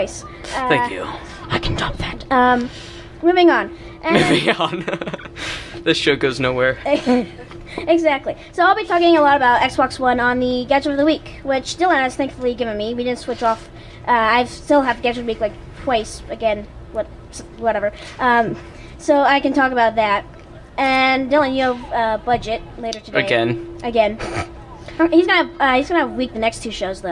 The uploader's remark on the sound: live from New Academy School in Scottsdale, Arizona